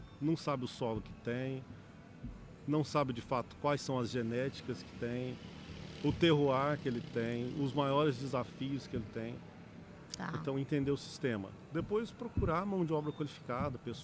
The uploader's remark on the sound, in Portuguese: Os episódios foram gravados durante o Campeonato Brasileiro de AeroPress, que aconteceu nos dias 28 e 29 de outubro em Campinas/SP